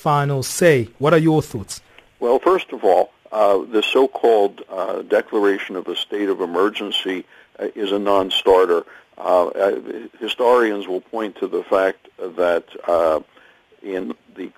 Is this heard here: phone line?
yes